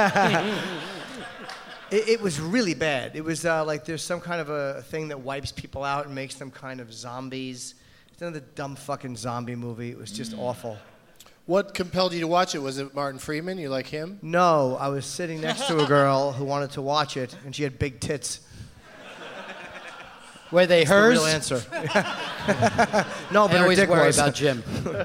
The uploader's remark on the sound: Live from the Gramercy Theatre in NYC.